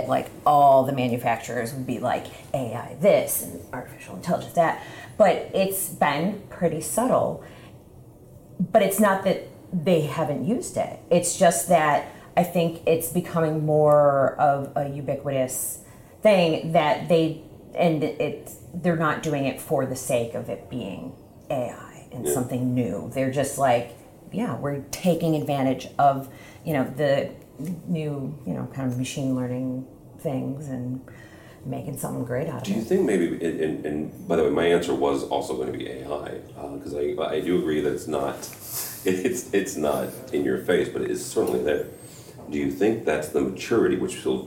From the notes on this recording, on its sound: Live From ISE 2024. We are live and in-person for this week's show in Barcelona.